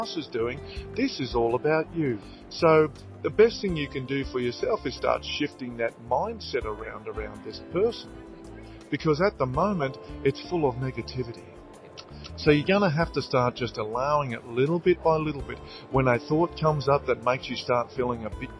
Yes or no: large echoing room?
no